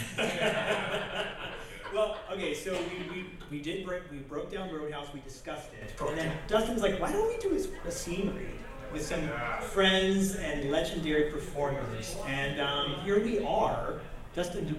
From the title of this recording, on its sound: Live From L.A. Comic Con